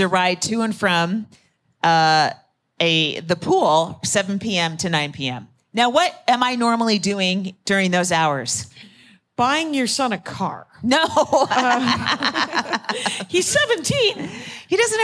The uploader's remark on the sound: live in Austin, Texas